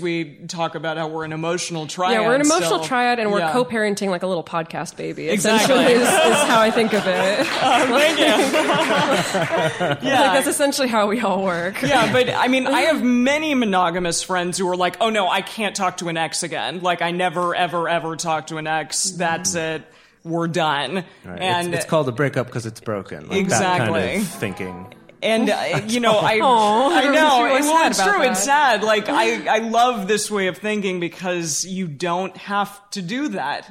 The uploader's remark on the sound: In this very special live show